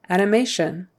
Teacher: Sorry, the stress is on the third syllable. Animation. And again, the T-I-O-N is pronounced with an S-H and then like a U, short U-N.